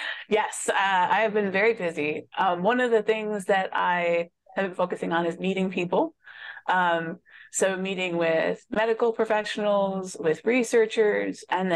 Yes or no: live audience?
no